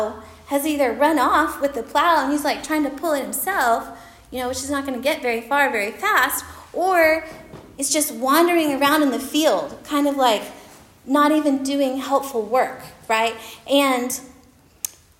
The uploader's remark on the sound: Recorded at Union Church.